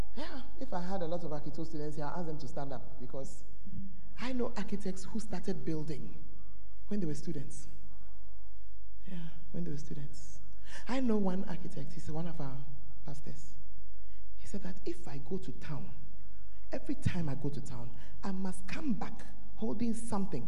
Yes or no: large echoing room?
yes